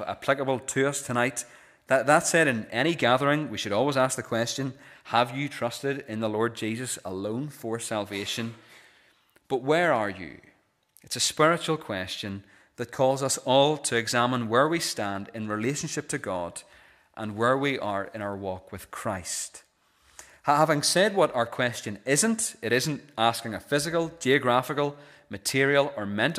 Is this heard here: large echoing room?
yes